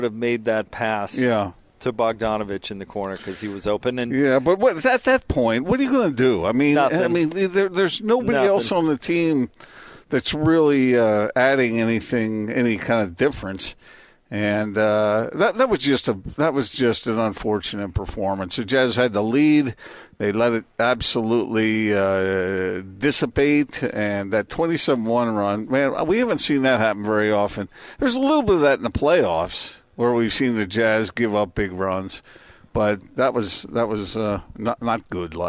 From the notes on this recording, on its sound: LIVE at The Warehouse